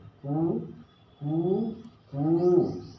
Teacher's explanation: जैसे मुर्गा 3 आवाज में बोलता है, उसका ह्रस्व दीर्घ प्लुत होता है, तो उसका 1 मात्रा होता है, फिर 2 मात्रा होता है, फिर 3 मात्रा होता है